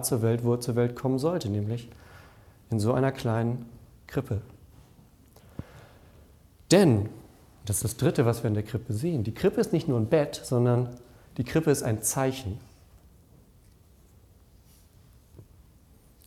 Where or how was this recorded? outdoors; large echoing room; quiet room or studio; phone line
large echoing room